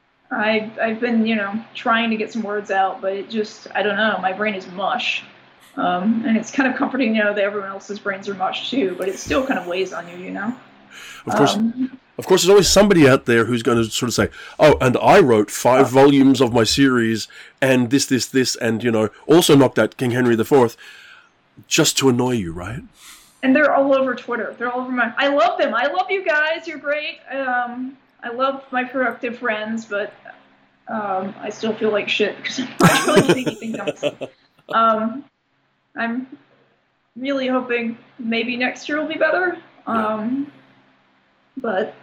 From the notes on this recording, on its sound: fires up Skype and calls sunny New York